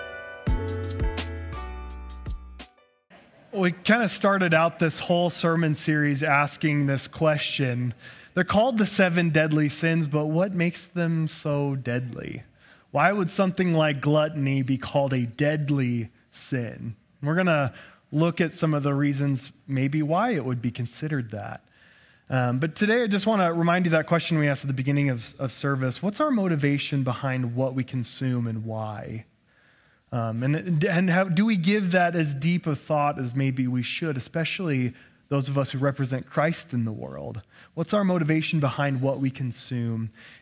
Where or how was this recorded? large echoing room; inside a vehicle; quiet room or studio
large echoing room